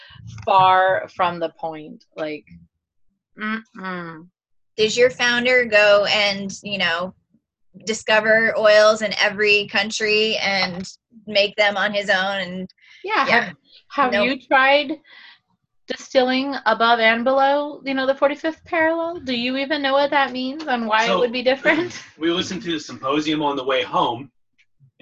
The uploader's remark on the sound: Zoom call - I believe this one was from our hotel room at convention, the file may be cut off halfway through. There were a lot of technical issues!!